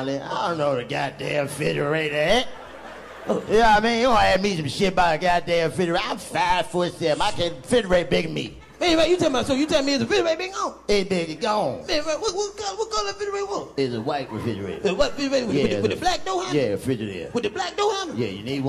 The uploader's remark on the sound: live from the House of Blues Houston!